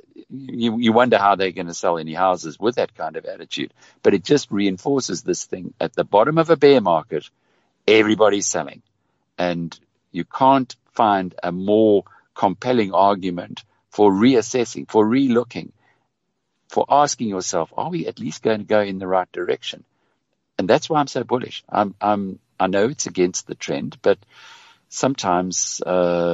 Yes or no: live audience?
no